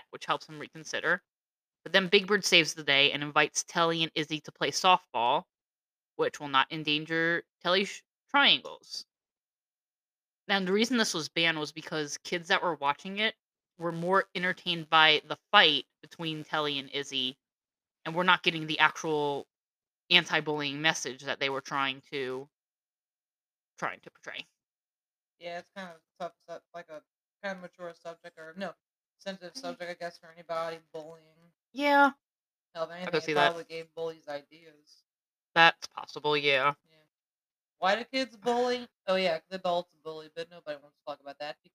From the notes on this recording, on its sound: Sorry for the not so great audio.